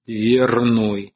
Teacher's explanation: Мягкий «р» оказался перед твердым «н» после падения редуцированных. И в конце концов отвердел. · Term: регрессивная ассимиляция